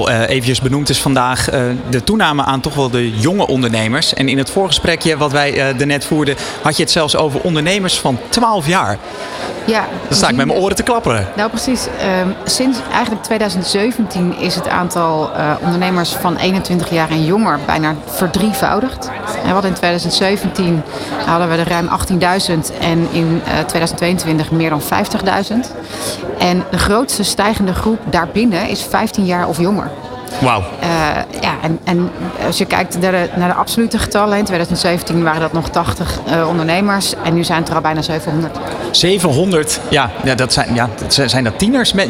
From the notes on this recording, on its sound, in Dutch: De Dag van de ZZP’er 2023 op New Business Radio. De Ondernemer live stond helemaal in het teken van de Dag van de ZZP’er. Vanaf de locatie, Hart van Holland in Nijkerk, deed De Ondernemer live verslag van hét evenement voor zelfstandig ondernemers.